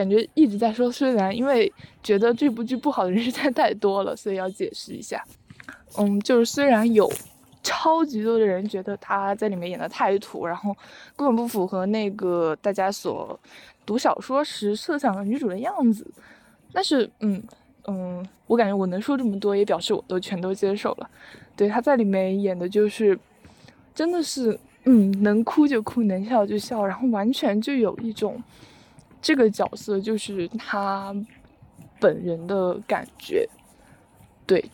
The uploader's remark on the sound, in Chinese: 走在半路突然就录起来，在有点吵闹的操场上录制了这期节目。